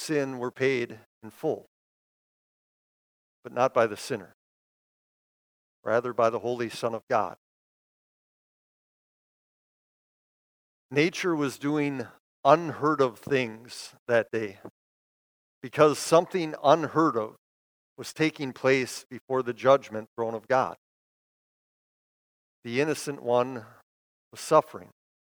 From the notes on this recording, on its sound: Preached this sermon at Bethany's Good Friday worship on April 15, 2022. Bethany, Appleton, WI.